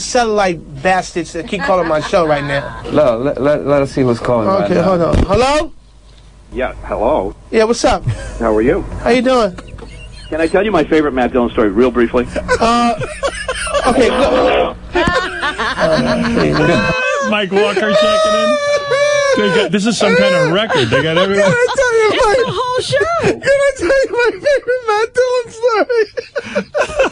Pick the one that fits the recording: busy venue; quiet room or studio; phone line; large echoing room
phone line